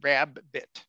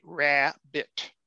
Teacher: the syllable boundary there in speech is very clear. It's an open initial syllable. · Shown in: second take